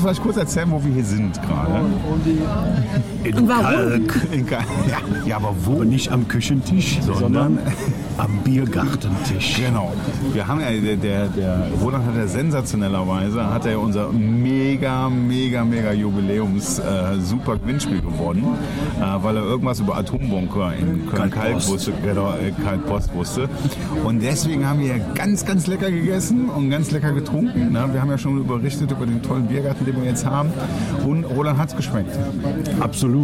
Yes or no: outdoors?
yes